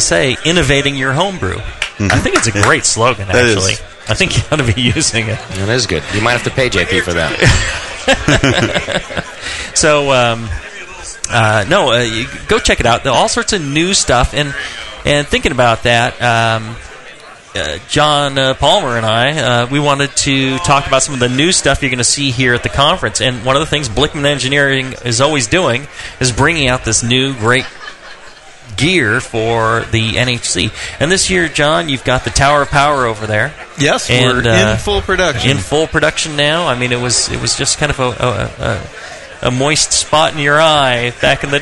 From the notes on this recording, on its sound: Live from NHC 2. Second live episode from the 2012 National Homebrewers Conference in Seattle, WA.